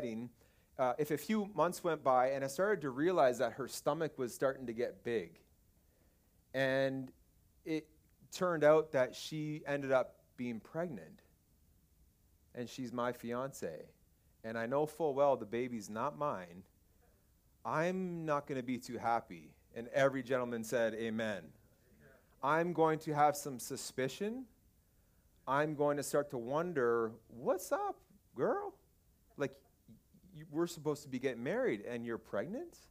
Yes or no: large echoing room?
yes